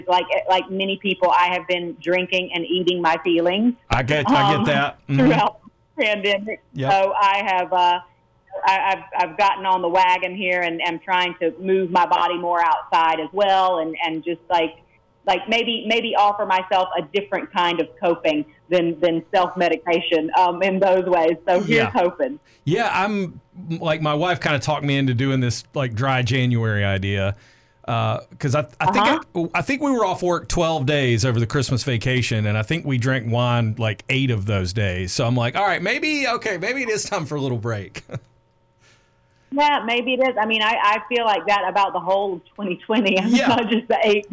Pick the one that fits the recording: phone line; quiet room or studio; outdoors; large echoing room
phone line